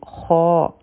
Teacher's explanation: د خوا غټ حرف دی او دا حرفي مده هم دی دوه هر کا به را کاږو